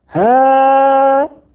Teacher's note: ها مد منفصل حكمه الجواز، أولاء مد متصل حكمه الوجوب في كلمة واحدة